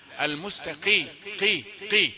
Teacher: المستقي قي قي، المهم لا تأتيها كافا، ما يجيش صوت صوت الكاف مستقيم، لا، المستقي قي قي، يعني من مخرج القاف وهو أعلى قليلا من مخرج الكاف